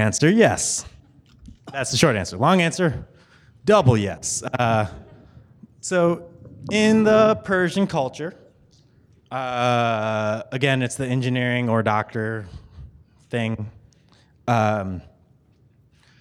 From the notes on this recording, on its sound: The Horrible Movie crew got to moderate this panel from Kansas City Comic Con.